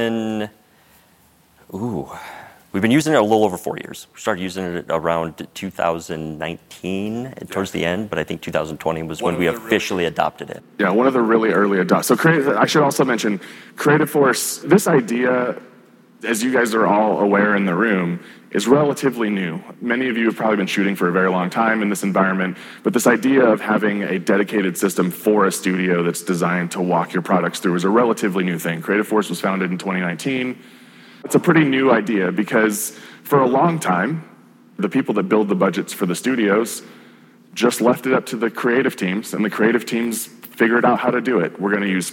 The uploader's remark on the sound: Live at the Salt Lake City Studio Mixer